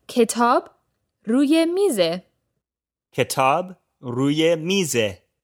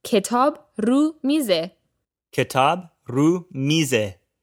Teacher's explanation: the ye might be dropped, so it could sound like ketab ru mize · Shown in: second take